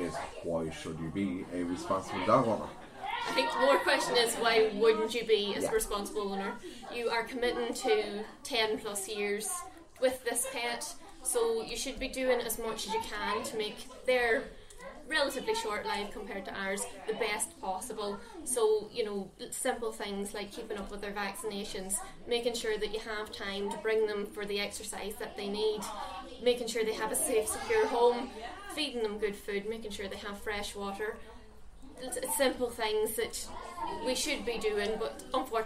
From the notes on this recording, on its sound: LIVE from the Puppy Party at Treaty Vets Limerick. Coming to you LIVE from Treaty veterinary Clinic in Limerick.